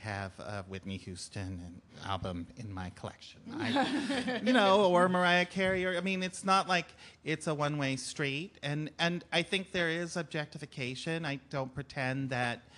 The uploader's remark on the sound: an intimate series of plays performed before live audiences